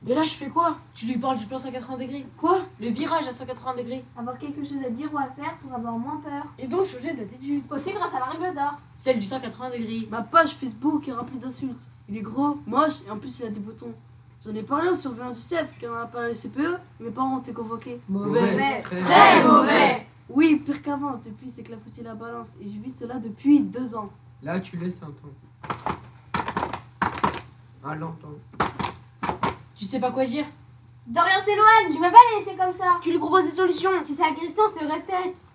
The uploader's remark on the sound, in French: Un pièce de théâtre jouée par des élèves du Pass Français, niveau 5e (élèves allophones, Dys- ...) : ils l'ont écrite et jouée à la MJC de Pacé (35) devant leurs camardes. Ceci est la captation audio de cette pièce.